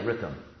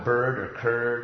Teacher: technically, there's a vowel R, like an English word bird. If you think of the English word bird, like birdie, the vowel is the R.